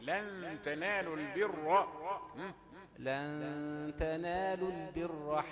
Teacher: راء مفخمة البر راء مفتوحة